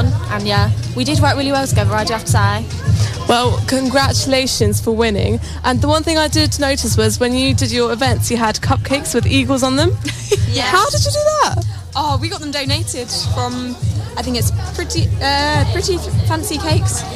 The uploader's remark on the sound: This programme features recordings of the 2017 Awards for the Dragons' Apprentice Competition in Welwyn-Hatfield and interviews with some of the school teams involved.